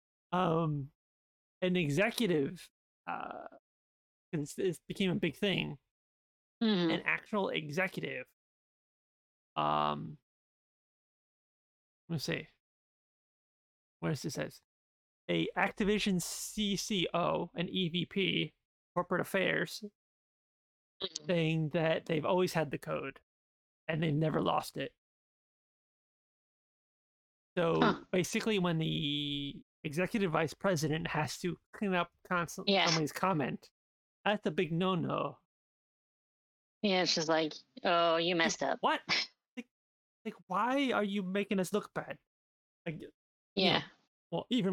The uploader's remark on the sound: Audio is getting gradually better as we get used to everything